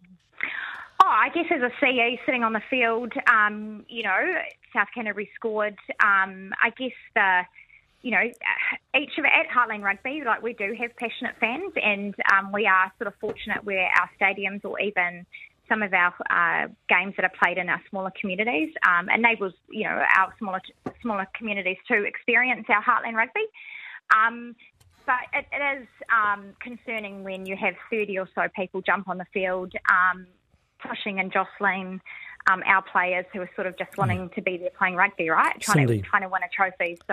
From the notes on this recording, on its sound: we listeners call in for show and tell